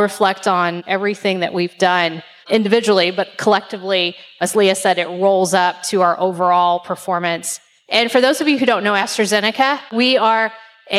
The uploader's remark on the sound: Today’s episode of MakingChips is recorded at a special LIVE Tri-State Manufacturing Alliance (TSMA) event in conjunction with the Evansville Regional Economic Partnership.